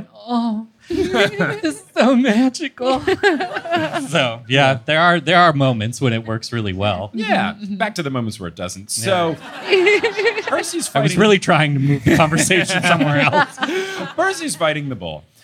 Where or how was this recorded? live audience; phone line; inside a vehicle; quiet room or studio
live audience